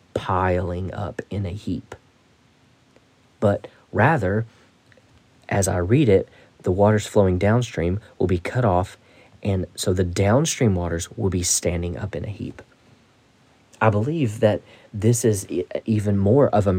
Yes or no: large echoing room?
no